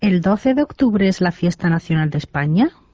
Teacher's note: Kysymyslauseessa, jossa ei ole kysyvää sanaa, käytetään nousevaa intonaatiota, joka erottaa kysymyksen väitelauseesta.